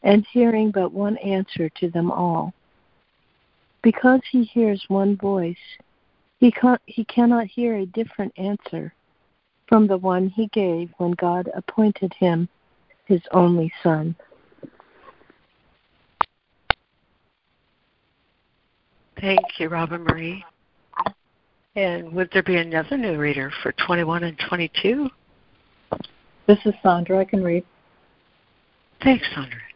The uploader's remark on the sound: ACIM Daily Conference Call